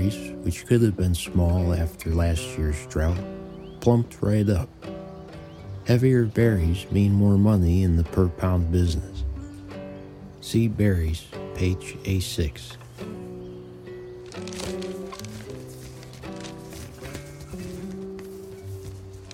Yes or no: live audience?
no